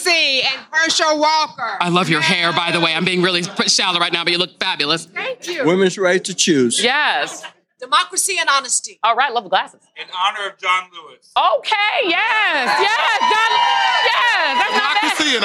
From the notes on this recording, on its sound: live and in person from the legendary Manuel’s Tavern in Atlanta